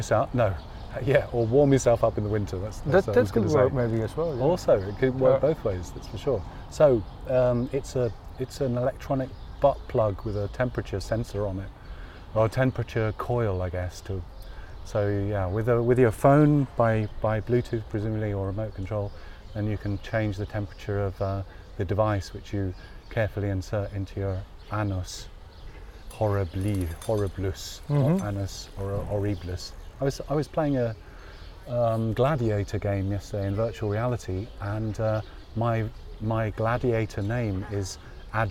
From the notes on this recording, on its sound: Radio On Science – outside broadcast.